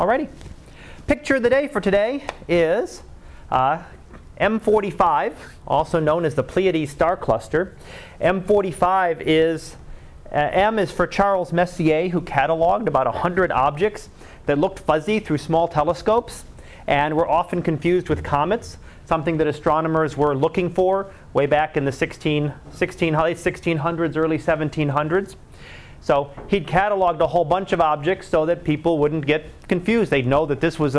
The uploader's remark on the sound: Live Class Lecture